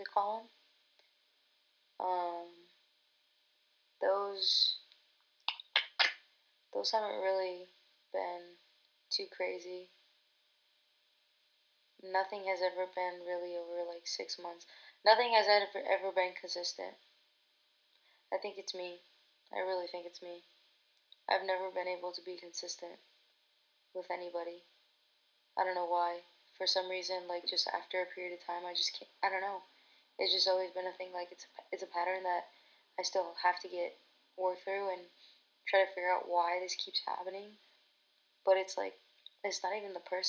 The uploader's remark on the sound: My first episode recorded back in Feb. There's still things that I gotta learn & improve on w the audio but jus be patient w me.